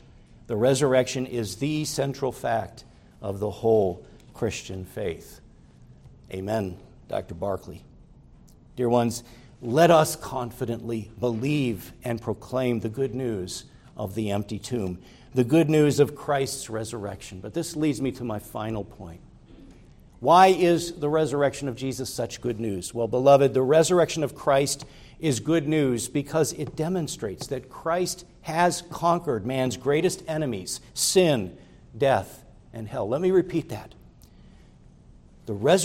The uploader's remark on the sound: preached at Grace Orthodox Presbyterian Church in Sewickley, PA, during the evening Worship Service